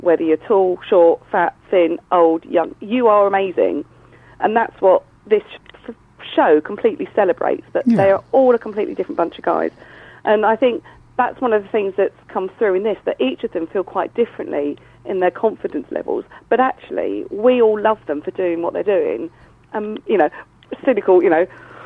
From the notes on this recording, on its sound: joined on the phone